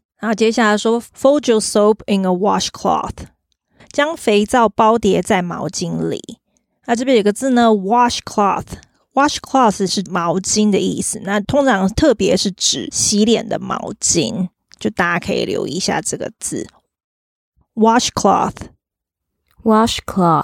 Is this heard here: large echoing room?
no